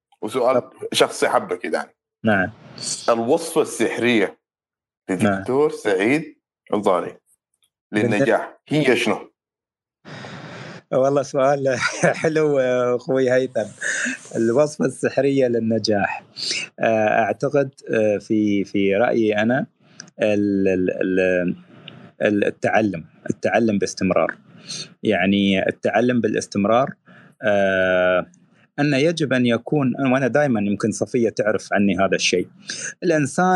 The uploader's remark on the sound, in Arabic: تسجيل لمساحة ابن رشد الأسبوعية على منصة تويتر